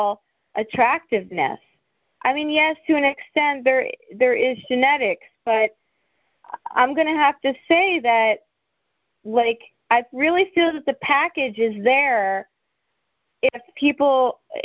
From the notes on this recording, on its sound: This episode is the audio of a conference call over the phone that was recorded some time in August 2018.